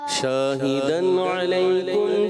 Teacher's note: ایک تو شین کے الف کو زیادہ کھینچا الف مدہ سے زیادہ تو خرابی ہوئی